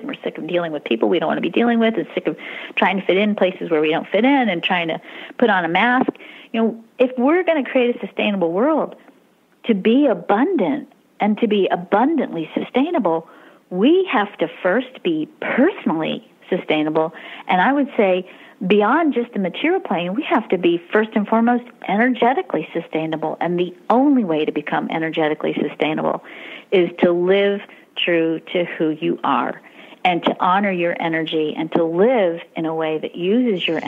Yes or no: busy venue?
no